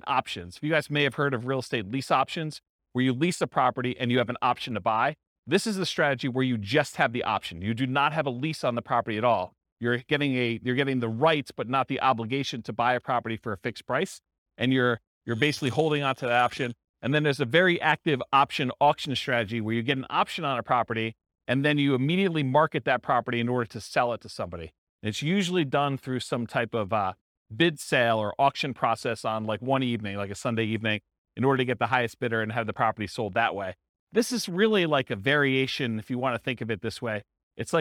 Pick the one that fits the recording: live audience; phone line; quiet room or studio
live audience